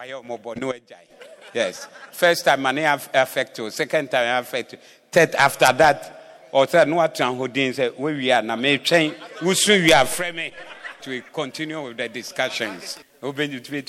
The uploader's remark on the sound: Preached at the Doxa Service 15052022